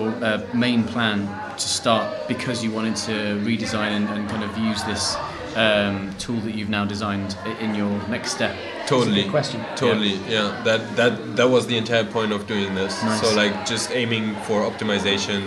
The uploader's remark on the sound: Live from the IronHack Berlin Hackshow